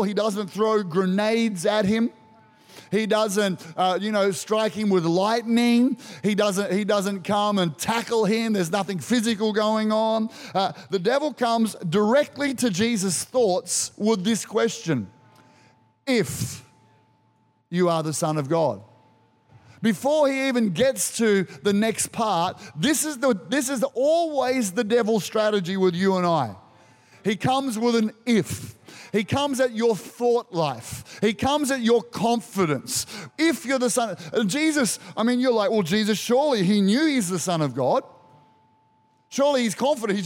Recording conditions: large echoing room